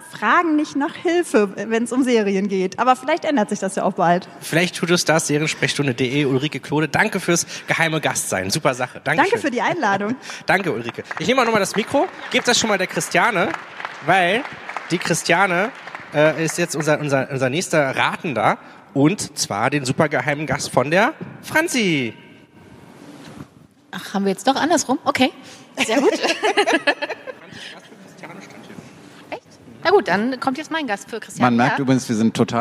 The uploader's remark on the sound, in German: Das digitale #Quartett live on stage